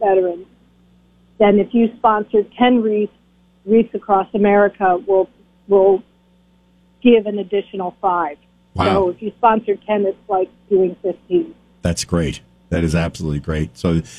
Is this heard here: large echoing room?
no